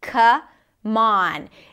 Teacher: the word come has the cup sound, and on has the ah as in father